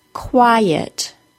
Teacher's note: That second syllable of quiet is a schwa, so it doesn't get much sound, but it is there.